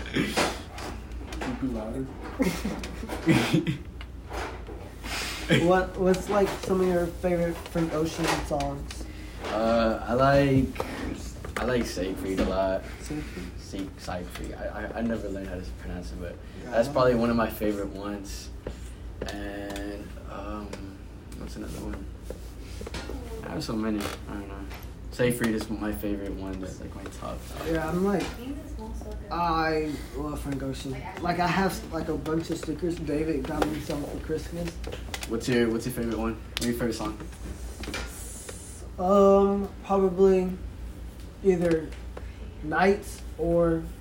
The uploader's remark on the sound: WARNING: a lot of background noises.